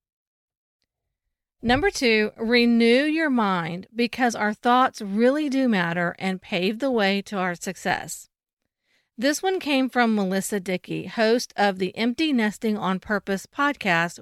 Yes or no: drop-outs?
no